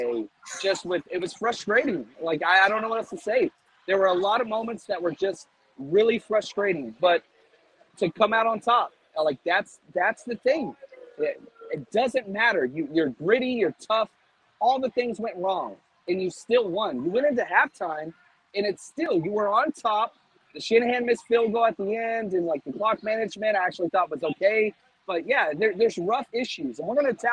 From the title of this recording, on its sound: Live From Levi’s